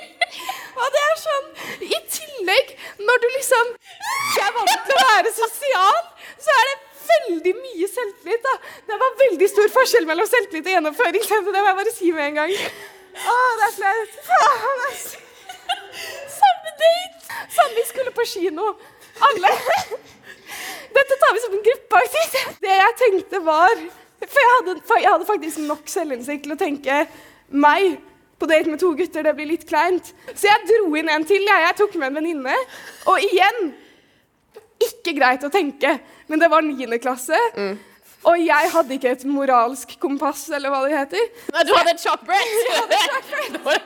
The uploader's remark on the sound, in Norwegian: foran et levende publikum under Trondheim Pride